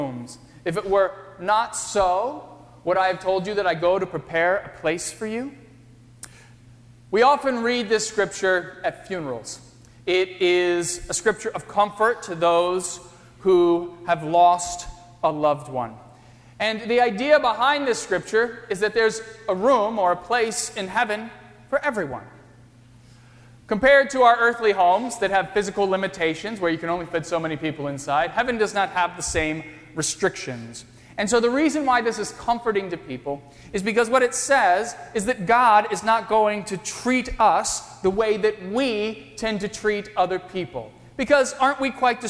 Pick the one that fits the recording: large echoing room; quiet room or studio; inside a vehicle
large echoing room